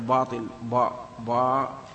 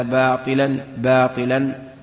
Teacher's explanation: والطاء لابد أن ينقص تفخيمها لأنها كسرت · Shown in: second take · Term: ترقيقها